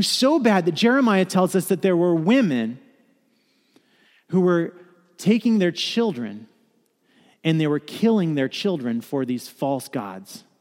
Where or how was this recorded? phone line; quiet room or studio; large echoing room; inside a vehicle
large echoing room